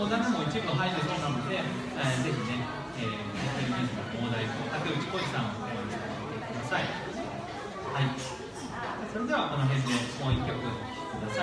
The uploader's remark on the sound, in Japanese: 山の駅さんべで行われた「楽市楽座フリーマケット」にて公開収録を行なった。